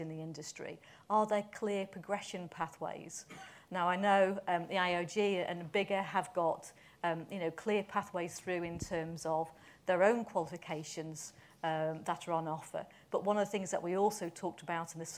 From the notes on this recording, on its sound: An expert panel supported by a lively audience at the FA’s St Georges Park